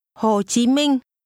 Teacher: This name is pronounced with low falling, Hồ, high rising, Chí, and mid-level tones.